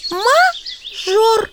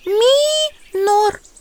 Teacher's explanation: Первые звуки разные. Мажор — твердый звук М. Минор — мягкий звук Ми.